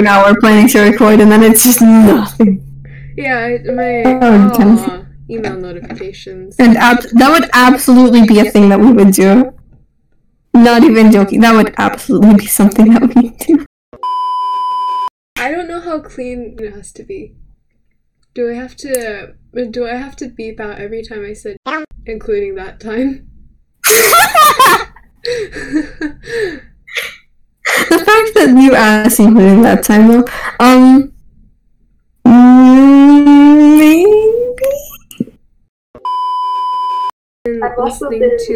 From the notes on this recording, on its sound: Horrible Audio Quality. The audio is horrible.